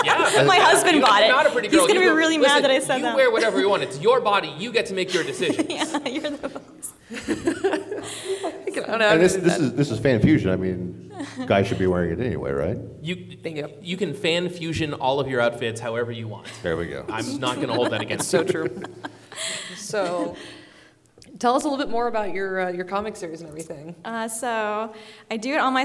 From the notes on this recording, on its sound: Phoenix Fan Fusion LIVE. Live from Phoenix Fan Fusion 2019!